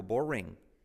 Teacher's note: la R genera una U.